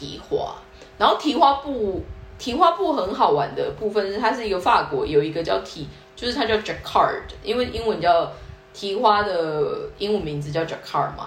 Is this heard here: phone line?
no